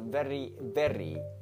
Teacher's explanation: they flap R sound